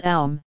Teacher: Om, O-M, is pronounced Om, but Aum, A-U-M, is Aum, the two vowels being sounded distinctly, and the M in both cases sounded vibrating within the skull.